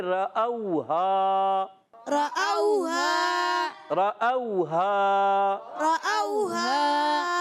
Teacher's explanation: یہ الف نہیں حمزہ ہے کیونکہ اس پر زبر آ گیا واؤ ساکن سے پہلے زبر واؤ لین ہوگا نرمی سے ادا کریں گے